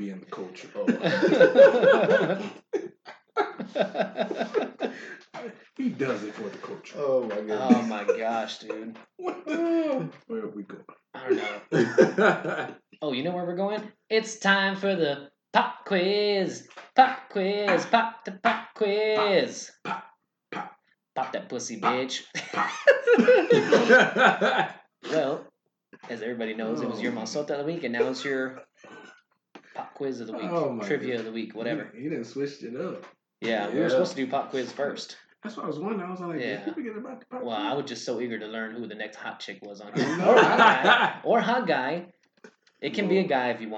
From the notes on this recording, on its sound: The computer glitch episode. This week our audio was screwed up.